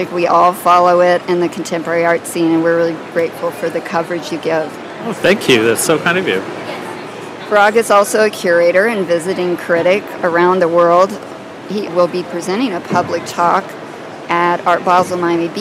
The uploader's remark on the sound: Live from Untitled Art Fair